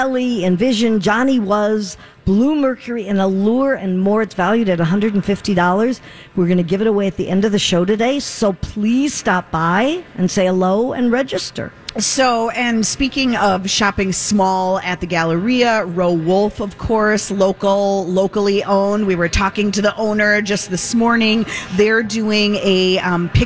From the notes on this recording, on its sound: Broadcasting live at the Galleria for Small Business Saturday.